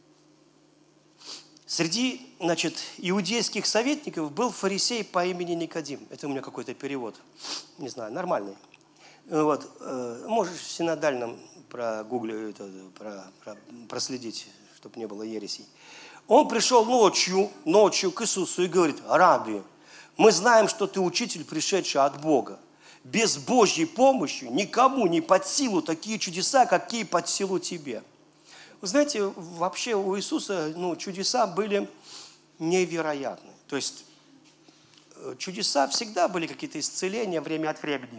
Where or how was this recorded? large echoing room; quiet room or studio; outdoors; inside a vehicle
large echoing room